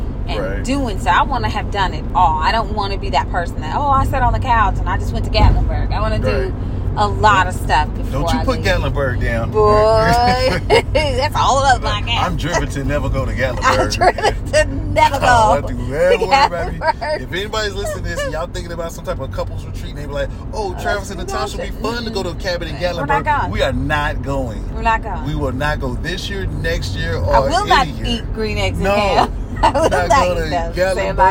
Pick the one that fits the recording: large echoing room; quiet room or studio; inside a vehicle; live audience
inside a vehicle